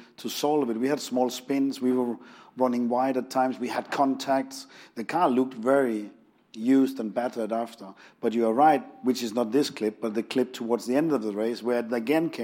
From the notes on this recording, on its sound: In front of an audience at London’s Royal Automobile Club.